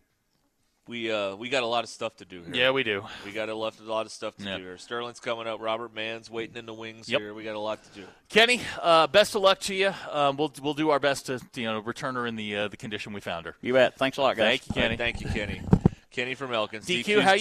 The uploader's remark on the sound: live from the Stadium Shoppe in Fayetteville